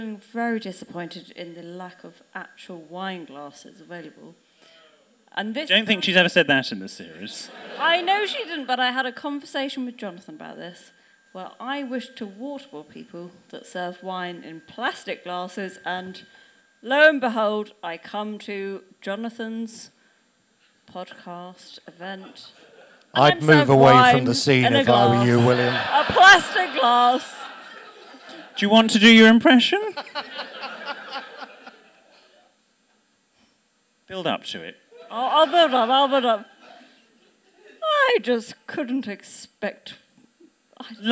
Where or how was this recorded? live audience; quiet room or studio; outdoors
live audience